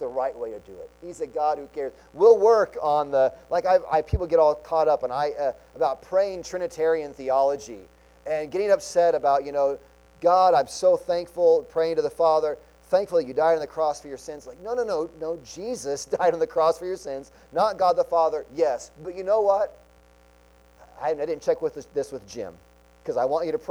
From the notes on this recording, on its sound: Sunday Morning Sermon Audio